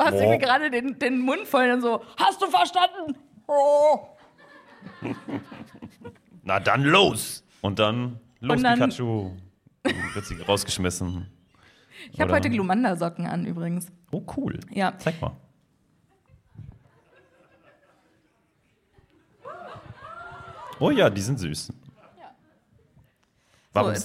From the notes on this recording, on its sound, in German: LIVE IN BERLIN. Das Berliner Indie Podcast-Festival "PodFest" hat uns die Bühne für eine Aufnahme freigegeben und ein Fest war es wirklich!